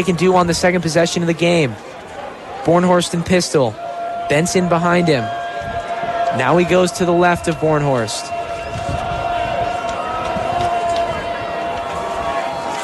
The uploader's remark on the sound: Live Hillsdale College Football broadcast